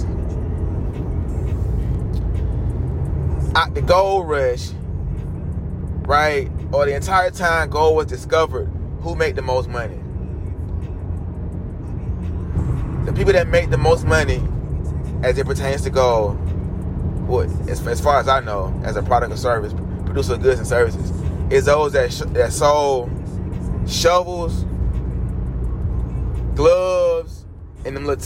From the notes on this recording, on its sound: Podcasting while driving.